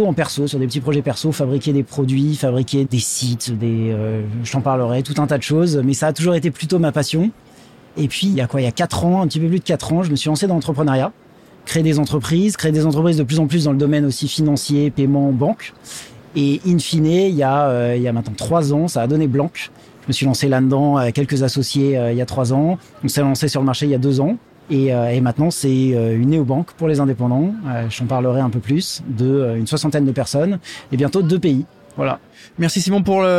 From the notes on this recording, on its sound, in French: en direct du salon Go Entrepreneurs